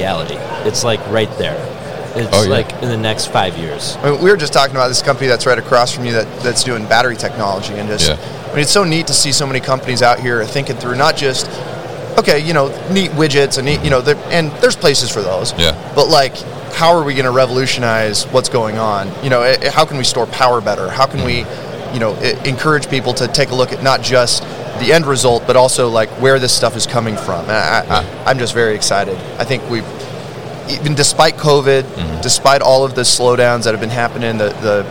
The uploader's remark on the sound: Yard Management Solutions at MODEX 2022